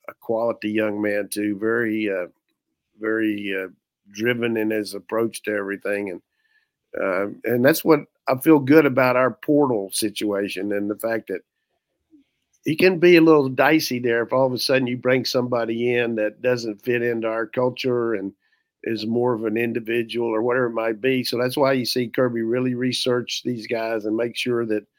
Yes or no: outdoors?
no